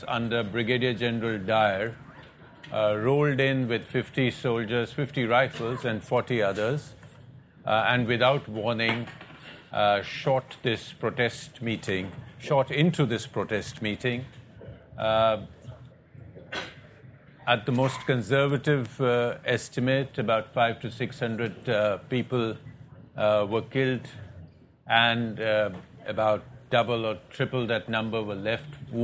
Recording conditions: live audience